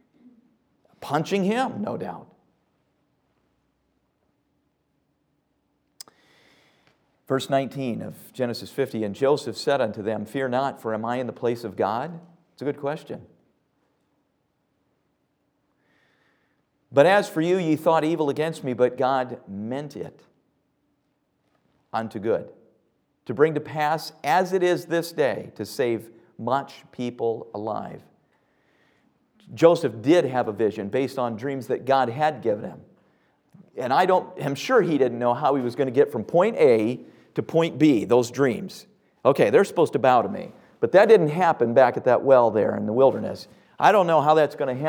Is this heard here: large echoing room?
yes